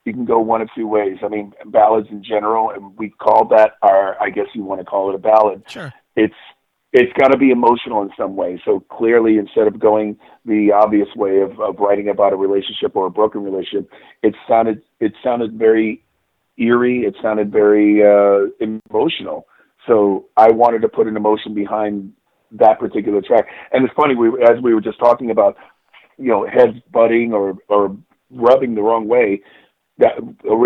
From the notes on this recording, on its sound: Called in to talk about the band's new release 2020.